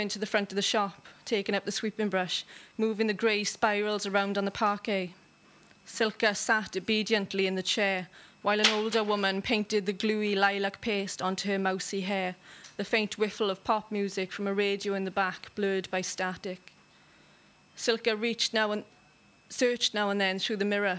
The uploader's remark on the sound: Recorded live at the Gwdihw Café Bar, Cardiff.